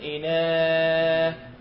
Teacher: إناه وسط بين الفتح وبين الإمالة · Term: التقليل